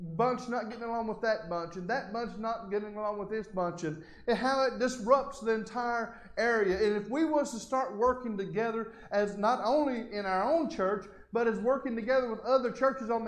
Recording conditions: large echoing room